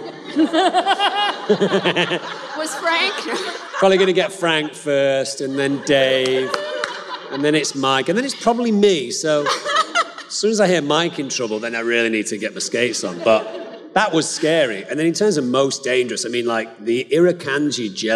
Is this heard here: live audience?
yes